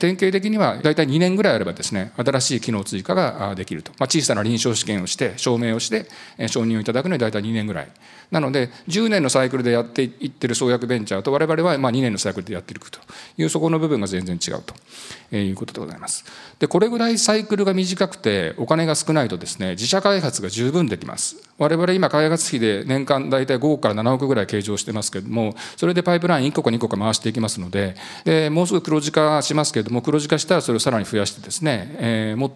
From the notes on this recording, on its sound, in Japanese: 2023年1月28日、東京・三田で行われた「ラジオNIKKEI … 注目企業ＩＲセミナー」